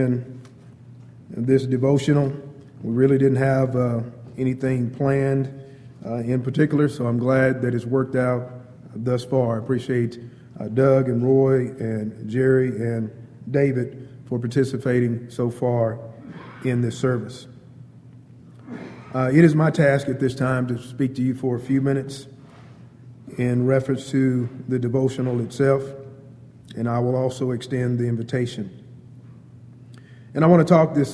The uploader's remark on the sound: Wednesday Night Devo. Downtown Church Of Christ Audio Sermon.